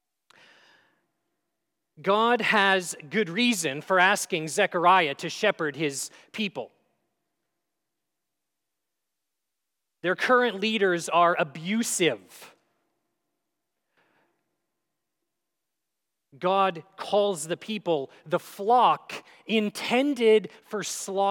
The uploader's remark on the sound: at Grace City Church in Fargo, North Dakota